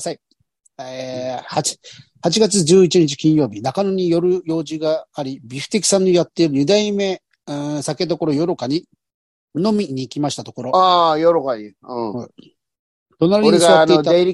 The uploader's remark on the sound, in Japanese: ZOOMで収録